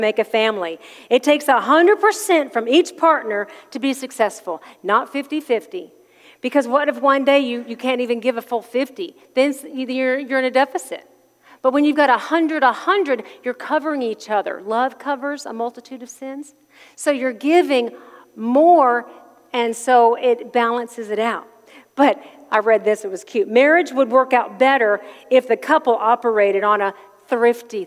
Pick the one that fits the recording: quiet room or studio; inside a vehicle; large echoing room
large echoing room